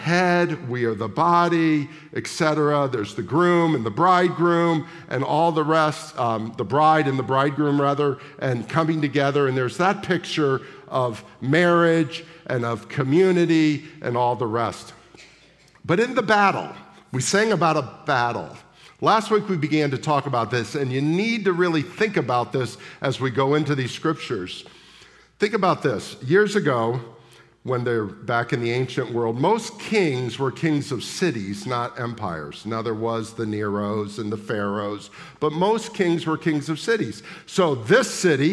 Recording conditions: large echoing room